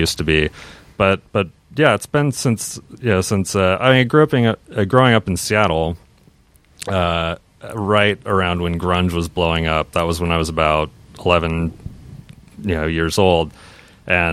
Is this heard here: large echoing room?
no